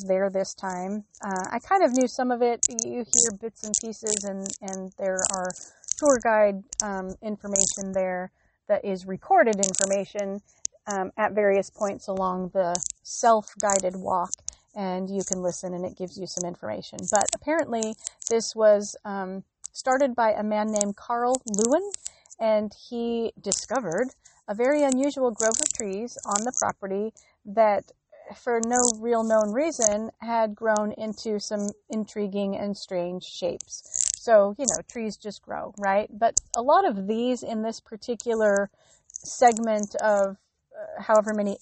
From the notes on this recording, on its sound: On location from the Northern California Redwoods